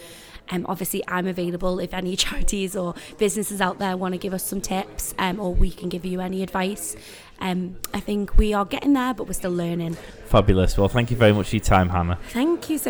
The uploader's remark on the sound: Live at the Liverpool Business Fair the team interview a number of visitors and exhibitors.